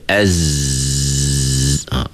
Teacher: panjang aja suara kita boleh pergi kan, dia tak tersekat pun suara kita. Itu dia panggil rakhawah.